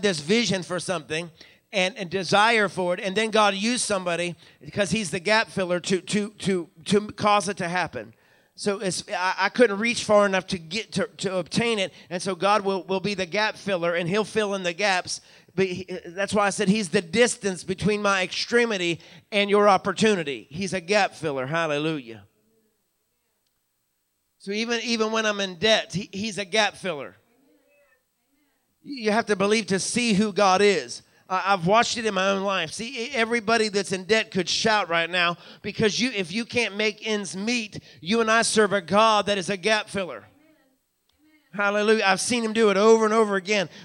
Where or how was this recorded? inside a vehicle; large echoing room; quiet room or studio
large echoing room